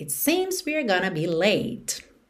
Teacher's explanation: Lembrando que going to pode soar gonna